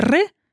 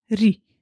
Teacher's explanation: Bo głoska R jest dziąsłowa, czyli czubek języka podczas jej wymowy dotyka dziąsło z przodu ale gdy ją zmiękczymy, czyli jak to się uczenie mówi, następuje palatalizacja, czujemy, że nasz język idzie lekko za to dziąsło · Shown in: second take